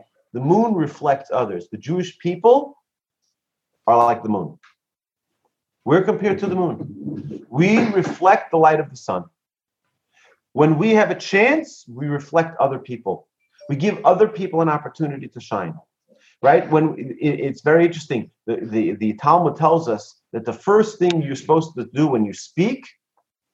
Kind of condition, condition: link, video call